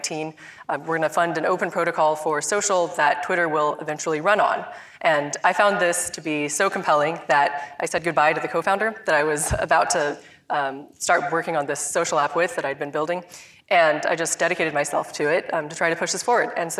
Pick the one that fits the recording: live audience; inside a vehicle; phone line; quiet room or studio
live audience